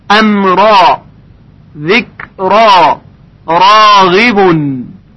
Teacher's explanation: البته حرف ر از این قاعده مستثنا هست، یعنی الف بعد از حرف را تفخیم میشه